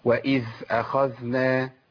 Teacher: واذ اخذنا، دي مش ذال، انا كده دخلت على مخرج الثاء لاني مشيت النفس